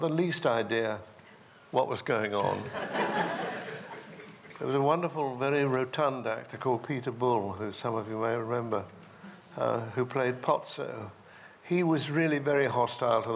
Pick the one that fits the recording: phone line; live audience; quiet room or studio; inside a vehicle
live audience